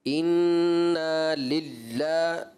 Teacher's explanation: ایسا لگا لام کو آپ نے بڑی شدت کے ساتھ ادا کیا، تو شدت اس میں نہیں ہے بیٹا، انا للہ للہ ایسے نہیں پڑھیں گے اس کو۔